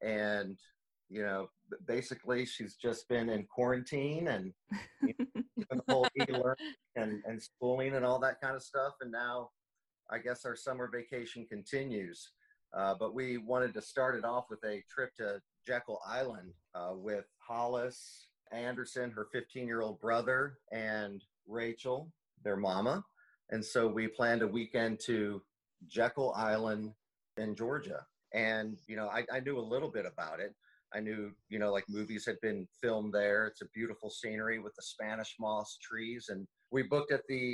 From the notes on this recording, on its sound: jump right on our Zoom call